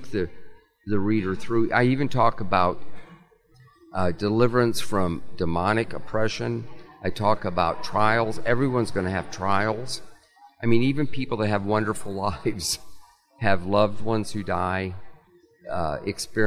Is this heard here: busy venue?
yes